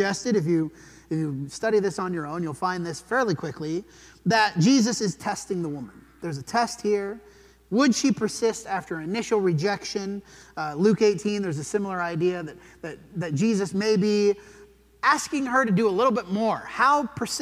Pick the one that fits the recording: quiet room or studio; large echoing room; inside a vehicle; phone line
large echoing room